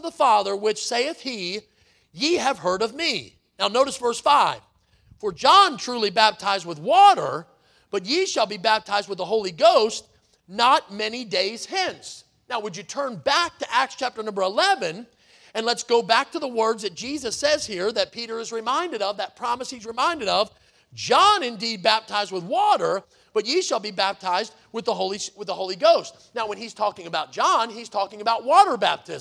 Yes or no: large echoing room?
yes